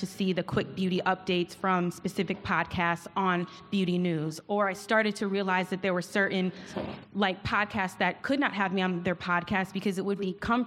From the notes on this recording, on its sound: Tune in for a LIVE episode of Naked Beauty, coming straight from the annual EveryStylishGirl Sip N’ Slay event in LA! Tune in for a LIVE episode of Naked Beauty, coming straight from the annual EveryStylishGirl Sip N’ Slay event in LA!